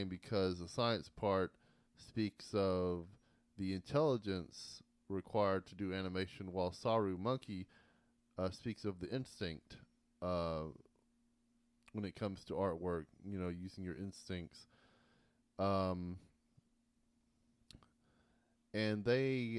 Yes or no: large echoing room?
no